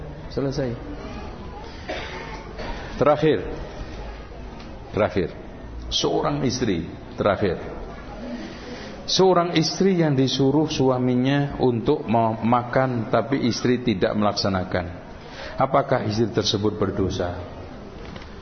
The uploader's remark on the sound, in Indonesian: yang diselenggarakan di Masjid Raya Cipaganti, Bandung pada tgl 14-15 April 2012